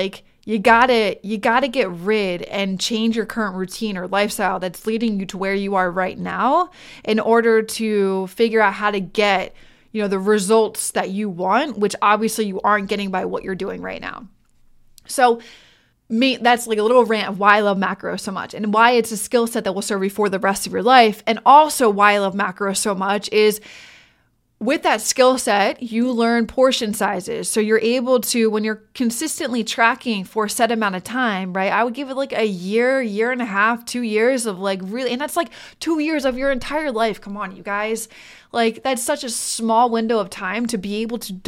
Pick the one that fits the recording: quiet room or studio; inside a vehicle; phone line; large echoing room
quiet room or studio